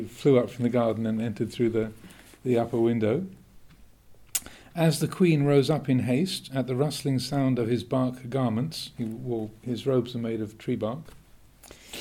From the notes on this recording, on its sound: at the Winter Retreat 2023, in January and March, at Amaravati Buddhist Monaster, UK